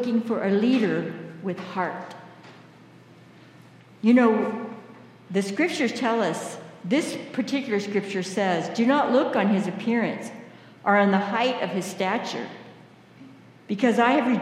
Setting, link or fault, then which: setting, large echoing room